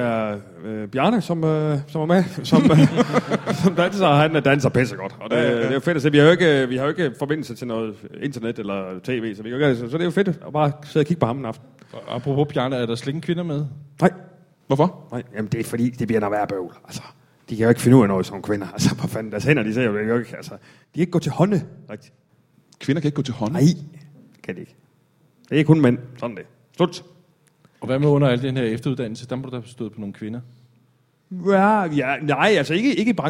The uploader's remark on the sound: LIVE Comedy Zoo